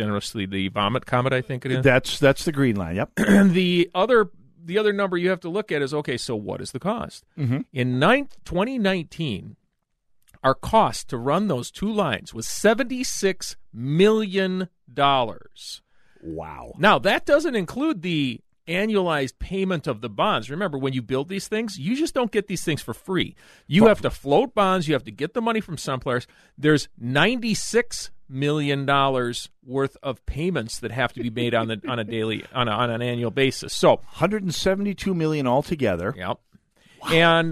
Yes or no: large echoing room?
no